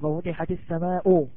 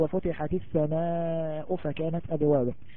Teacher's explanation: مد متصل حكمه الوجوب أربع أو خمس حركات لا يقل بحال من الأحوال عن أربع حركات · Shown in: second take · يعني لا نقول نقصر ونقول وفتحت السماء خطأ، هذا نقول